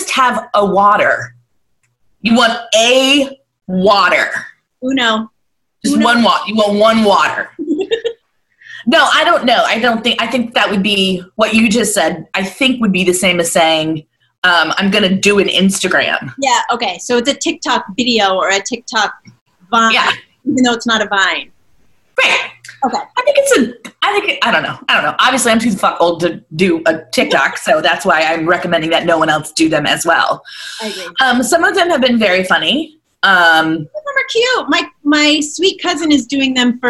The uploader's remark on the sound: Recorded on a zoom call. Better than nothing but not great either.